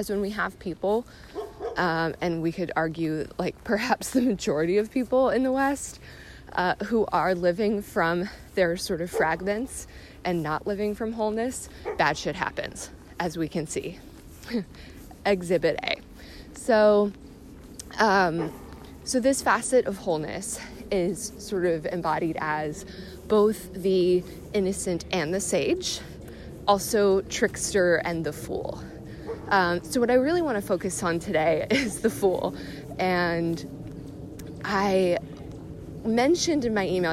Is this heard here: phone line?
no